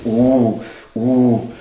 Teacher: U ist eng, wird ja auch, wenn wir sprechen, wird der Mund ganz eng, wenn man stark antönen lässt, zieht sich sogar, spürt man das da so unten auch, wie sich alles zusammenzieht.